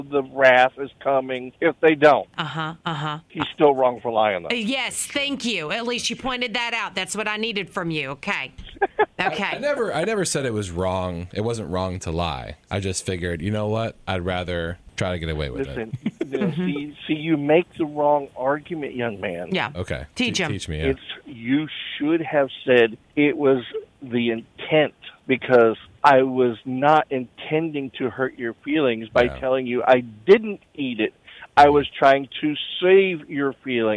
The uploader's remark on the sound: A listener called.